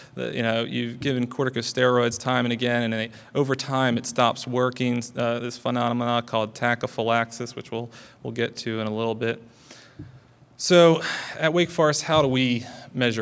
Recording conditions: live audience